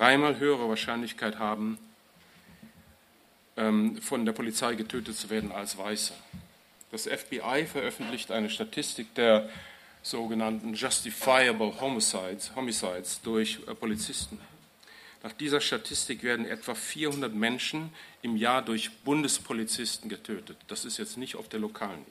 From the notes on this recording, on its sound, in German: Bei seinem Vortrag im Rahmen des Festival Contre Le Racisme. Im Kulturzentrum Pavillon, Hannover.